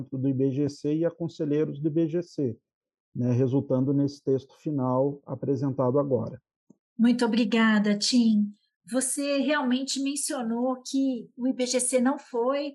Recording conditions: video call